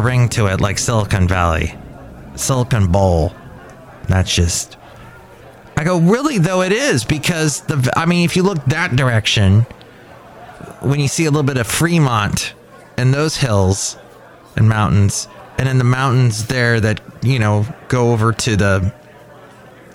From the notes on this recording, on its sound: podcasts live from Café Anyway